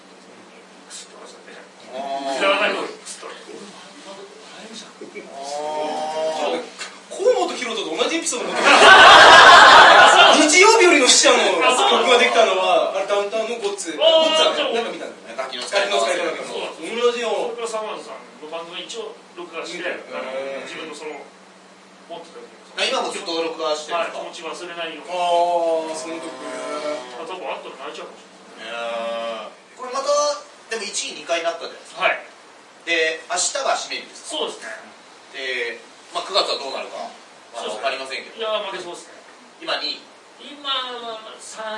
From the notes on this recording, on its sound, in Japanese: 公開収録ライブ